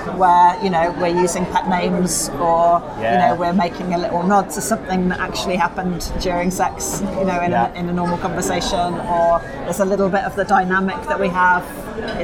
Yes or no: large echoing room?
no